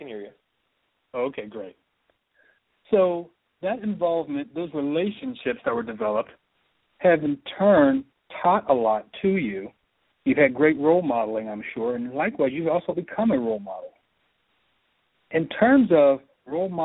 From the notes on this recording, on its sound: Open Microphone – National Call-In of BDPA Members (3-minute interviews)